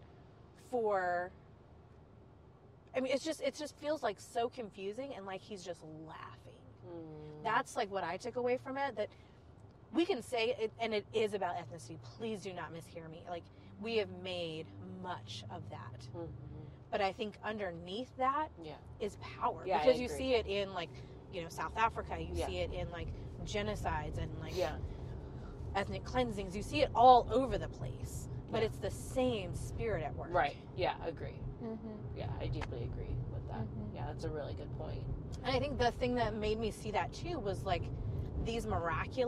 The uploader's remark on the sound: we invite more friends in the car to chat